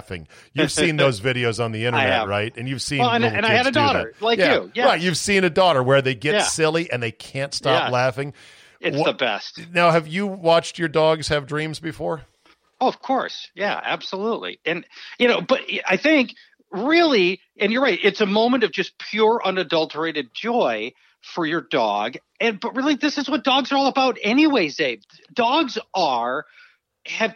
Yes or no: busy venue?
no